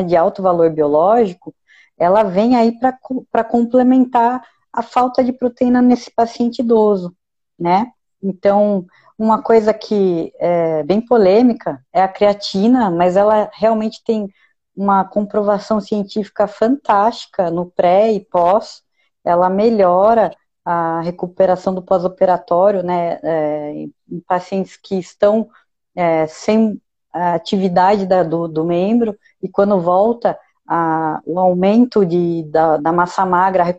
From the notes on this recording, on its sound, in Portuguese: Bate-papo descontraído retirado de uma live